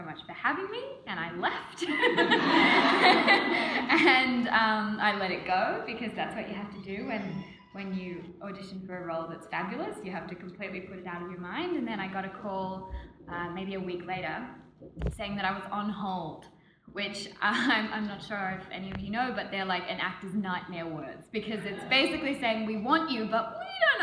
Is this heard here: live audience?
yes